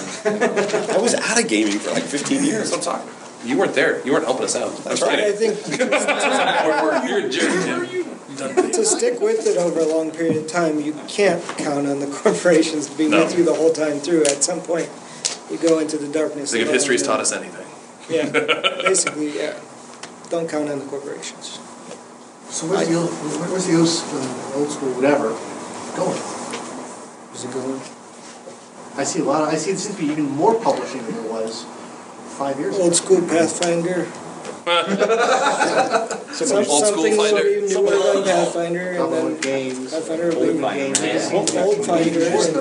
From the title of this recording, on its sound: panel at U-Con